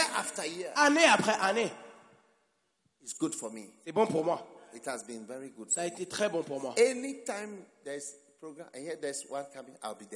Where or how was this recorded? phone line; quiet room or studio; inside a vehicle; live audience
live audience